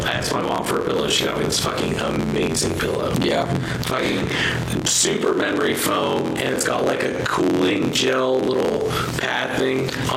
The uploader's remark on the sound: The bad news is we didnt figure it out until we recorded this episode. Sorry for the audio quality.